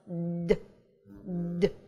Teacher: при произнесении звука д у нас кончик языка упирается в бугорки за передними зубами · Term: звук д